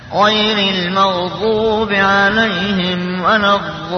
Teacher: الألف هذا حرف المد وبعده لام المدغم، لأن أسلو ولا الضالين لامان، ومن شروط الإدغام السكان الأول، فسكن اللام الأول فأدغم في الثاني، فهذا السكون لازم سواء وقفت على الكلمة أو لم تقف فهو ساكن، فسمي مدا لازما.